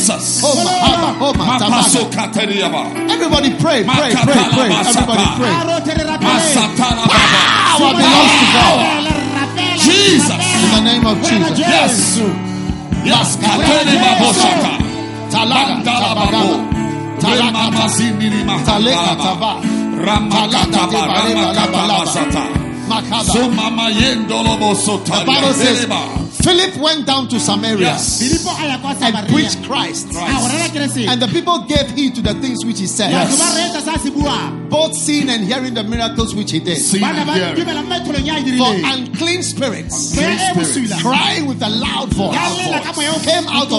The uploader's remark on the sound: Preached at a Healing Jesus Campaign in Palapye, Botswana.